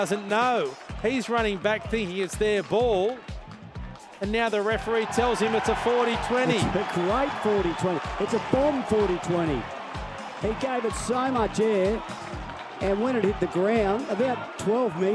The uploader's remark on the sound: Live from Campbelltown Sports Stadium.